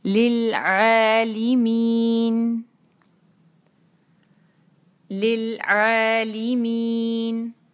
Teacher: نون پہ جب ہم رکیں گے مد آرد لے سکون کریں گے تو ہم اس کو پھر ہم دو حرکا سٹریچ کریں گے